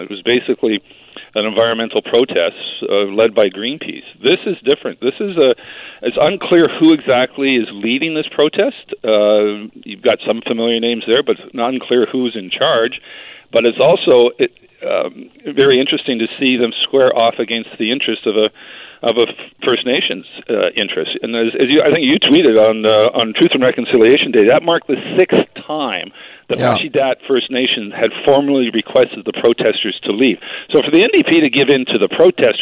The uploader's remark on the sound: Is on the phone because Fairy Creek logging protests are blocking the Victoria legislature!